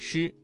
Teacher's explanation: 舌尖翘起靠近硬腭后部，形成狭窄通道，气流通过时不形成完全的阻塞